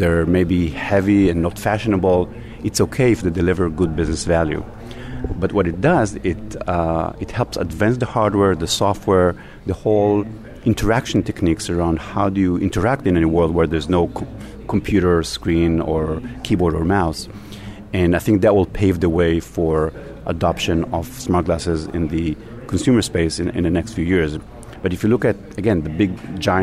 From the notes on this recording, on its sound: Live From The Show Floor of AWE2018.